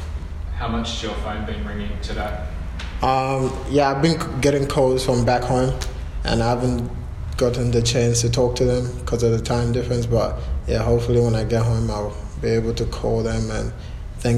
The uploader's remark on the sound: post-FFA Cup Final 2019 press conference